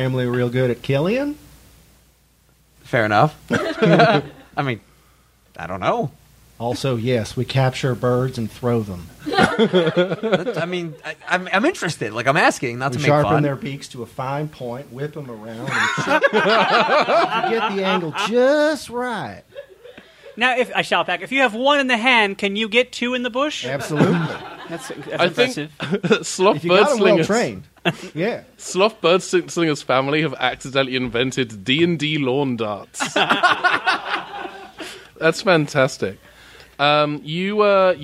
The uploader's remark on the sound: Presenting our live show recorded at the Geeky Teas Geekeasy in August 2019!